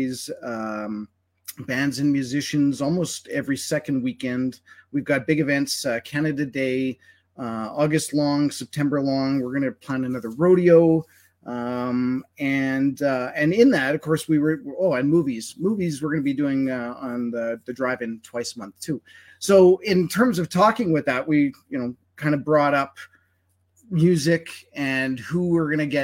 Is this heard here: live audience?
no